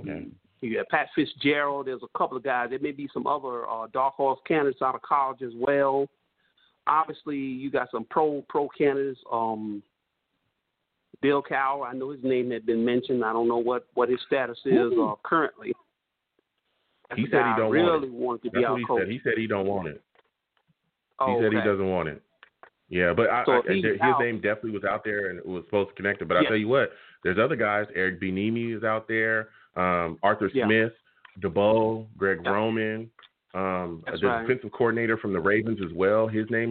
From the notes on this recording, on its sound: I’ll also take live callers!